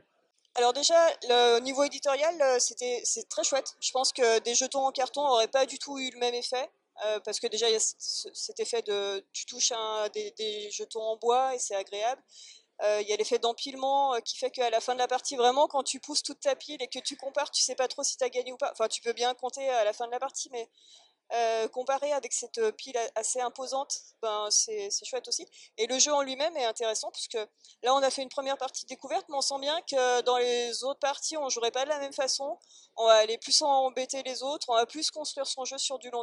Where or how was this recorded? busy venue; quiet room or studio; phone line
busy venue